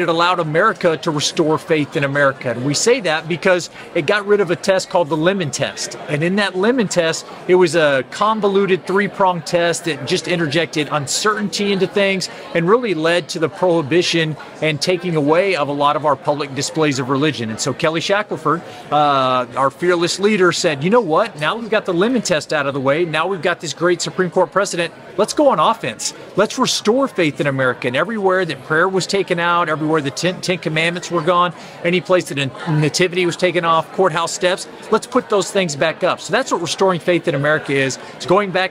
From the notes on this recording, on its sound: Team is checking in from Family Research Council’s Pray, Vote, Stand conference in our nation’s capital.